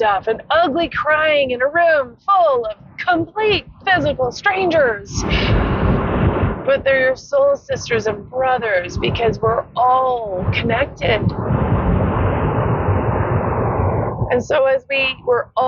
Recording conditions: background noise